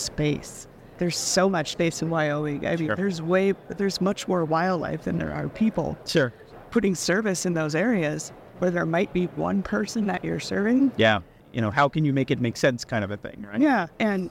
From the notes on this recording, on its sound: Included are our new TGI Open Mic segments where attendees at MWC gave us their viewpoints on everything they were hearing, thinking and seeing at the conference.